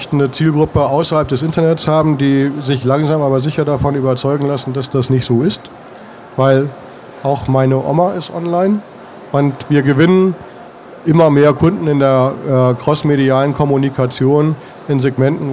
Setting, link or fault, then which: setting, busy venue